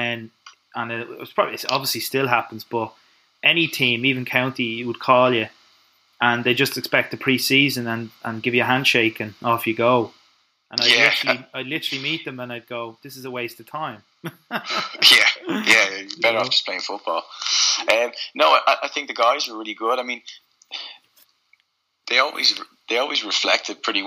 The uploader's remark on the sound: some very slight audio issues